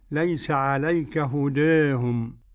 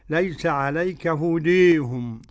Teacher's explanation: والإمالة الكبرى للإمام حمزة والكسائي وخلف العاشر · Shown in: second take